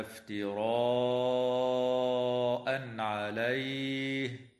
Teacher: ويظهر التنوين عند العين في قوله تعالى افتراءً عليه